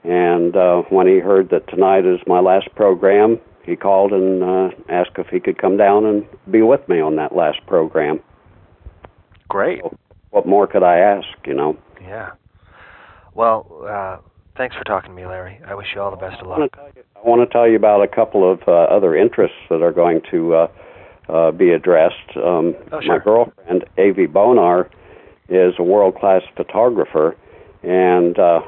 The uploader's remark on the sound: Apologies for the phone sound quality.